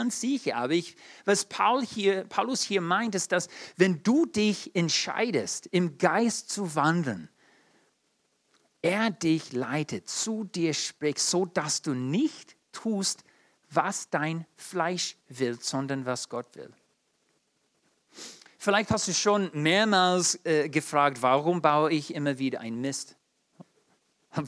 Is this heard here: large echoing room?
yes